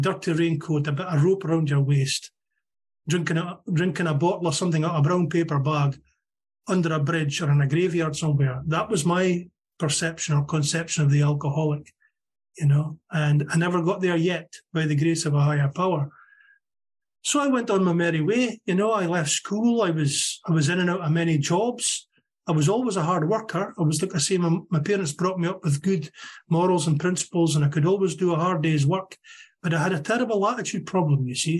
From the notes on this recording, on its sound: Meeting held on zoom. From Aberdeen Scotland.